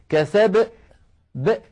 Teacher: يعني بعد الباء ينطق همزة ساكنة